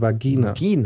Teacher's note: Vagina. Die original lateinische Aussprache, ist die Betonung auf der zweiten Silbe, Vagina. Vagina.